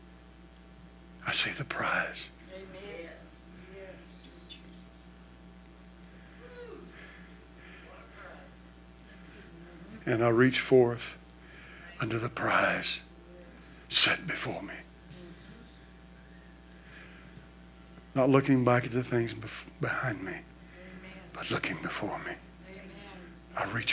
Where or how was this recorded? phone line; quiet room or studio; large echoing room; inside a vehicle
large echoing room